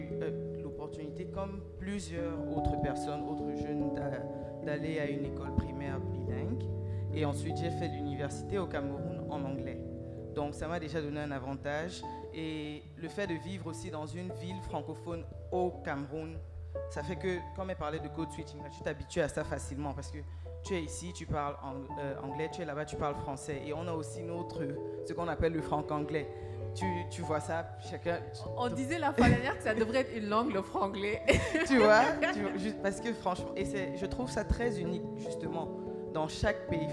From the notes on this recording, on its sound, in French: A été enregistré en public à l'Alliance Française d'Accra.